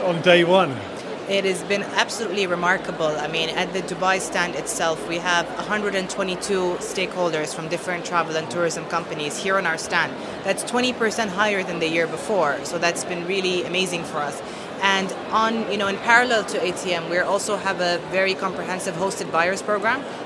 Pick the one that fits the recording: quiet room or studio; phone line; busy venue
busy venue